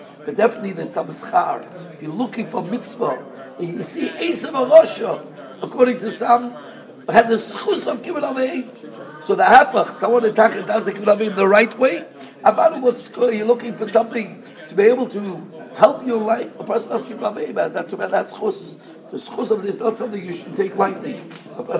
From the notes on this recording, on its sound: Shiur recorded in Yeshivas Ohr Reuven, Monsey, NY.